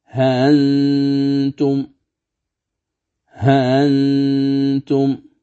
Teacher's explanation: فتقرأ بالهاء مع تسهيل الهمزة بعدها وحذف الألف · Term: التسهيل بين بين